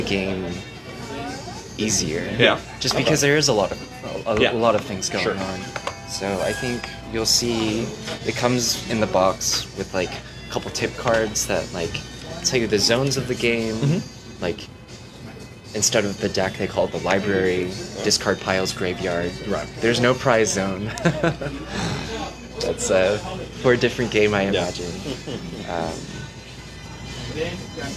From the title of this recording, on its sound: Live at Doc's Comics and Games